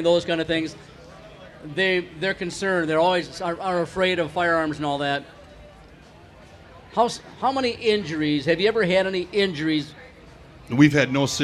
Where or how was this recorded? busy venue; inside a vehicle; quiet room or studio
busy venue